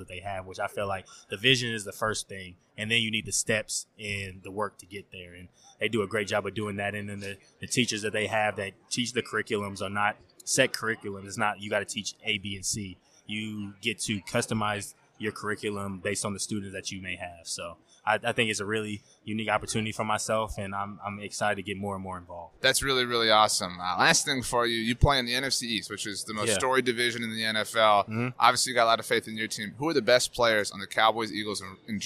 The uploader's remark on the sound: on Super Bowl Radio Row!